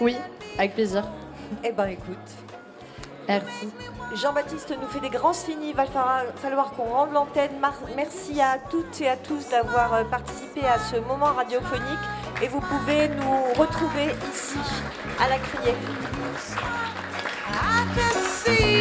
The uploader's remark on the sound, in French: Sup de Sub à La Criée. Émission réalisée en direct avec les étudiants et des invités de Sup de Sub autour des questions portées par cet enseignement expérimental.